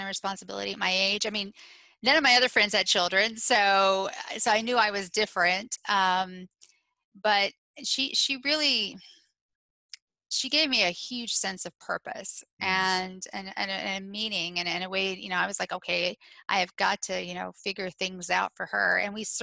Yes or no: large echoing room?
no